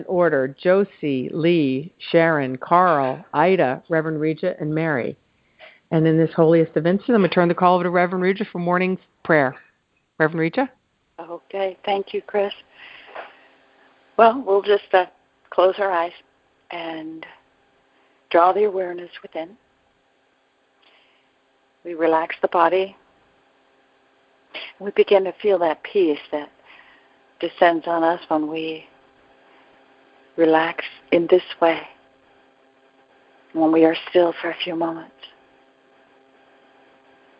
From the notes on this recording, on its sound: ACIM Daily TEXT Conference Call